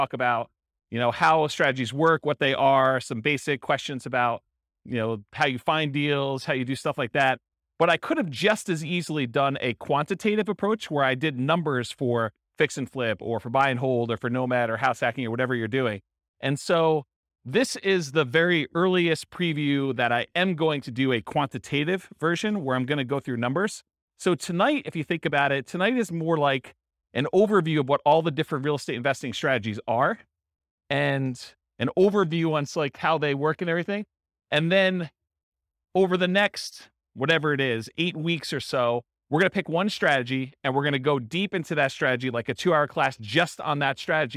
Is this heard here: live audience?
yes